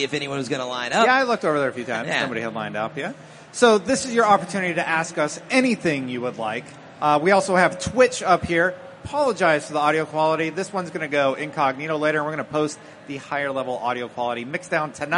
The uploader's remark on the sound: live from GuardianCon 2017